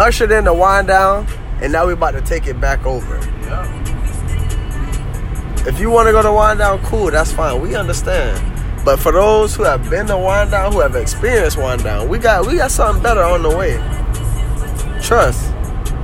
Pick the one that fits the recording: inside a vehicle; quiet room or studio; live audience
inside a vehicle